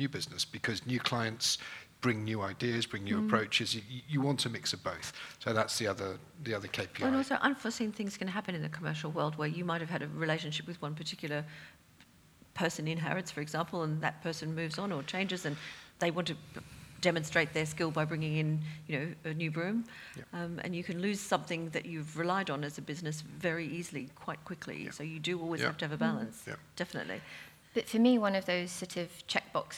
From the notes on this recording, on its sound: Recorded in front of a live audience of designers at the fabulous Roca London Gallery as part of the Chelsea Design Quarter Springtime Sessions.